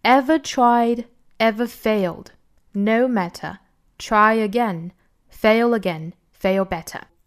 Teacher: 都是重读的，每一个词都要重读